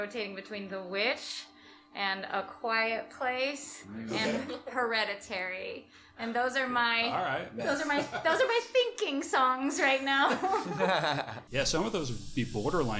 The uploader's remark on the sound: at the Minibar